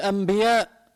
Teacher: النون بلفظها ميم، بقلبها ميم، هون بيسهل